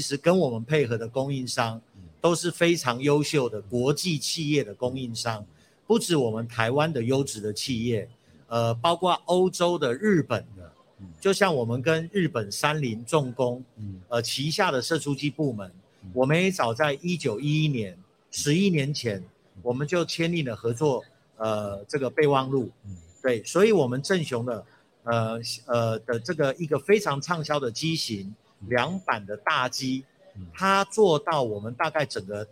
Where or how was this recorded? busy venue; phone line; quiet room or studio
busy venue